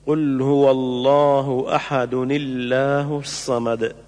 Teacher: أحد الله الصمد تقرأ وصلا قل هو الله أحد الله الصمد، مع مراعاة ترقيق لفظ الجلالة لكسر ما قبله